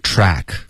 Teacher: 这个 a 的音嘴把它张开特别大 track